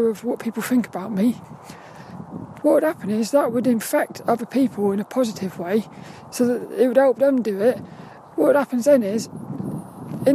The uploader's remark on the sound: A Walk and Talk around Saltrum, the local woods. It was so cold and windy today.